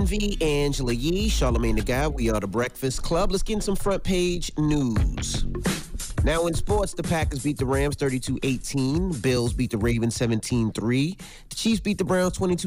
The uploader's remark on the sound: They opened up the phone lines to see how our listeners handle going to funerals.